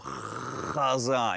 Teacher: try that CH sound with the back of your throat